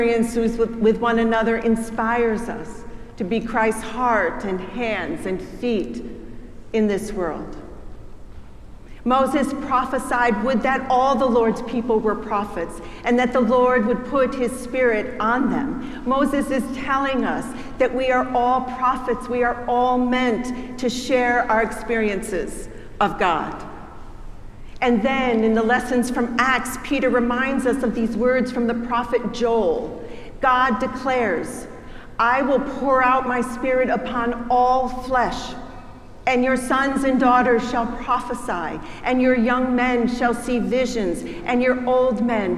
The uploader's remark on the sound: preached at our celebration of Holy Baptism and Holy Eucharist on the Day of Pentecost